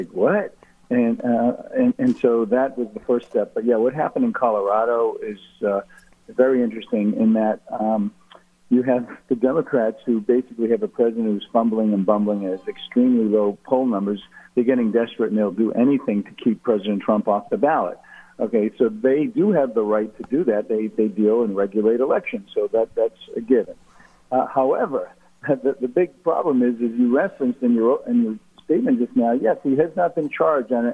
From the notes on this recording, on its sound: called into GMNH